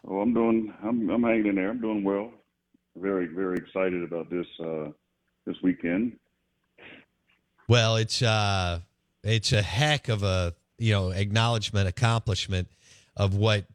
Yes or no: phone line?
yes